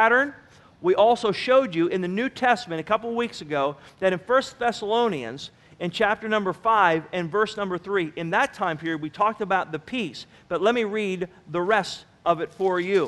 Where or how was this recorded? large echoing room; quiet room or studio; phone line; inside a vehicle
large echoing room